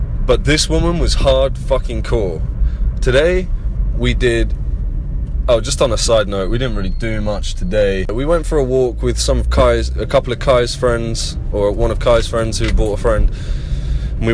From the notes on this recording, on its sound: Doing todays episode on the way home in the car straight from the session. Which means theres some scattered thoughts about my class intertwined with a live commentary of my driving. My phone/portable podcast device was on my steering wheel in front of me.